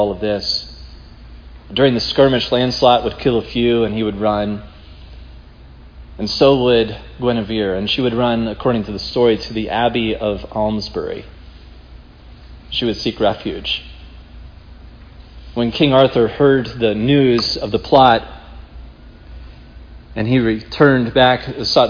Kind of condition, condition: setting, large echoing room